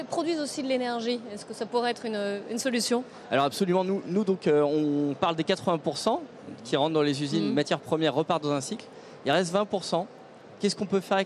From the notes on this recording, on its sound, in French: Émission spéciale en direct du BIG, le plus grand rassemblement business d’Europe